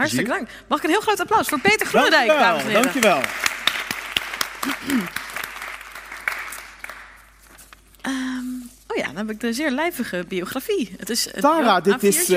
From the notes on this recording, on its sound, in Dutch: Woedend publiek loopt weg tijdens onstuimige ROPOPO live. Die live wordt opgenomen in Arminius.